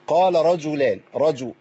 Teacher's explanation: رجلان كده الجيم مش معطشة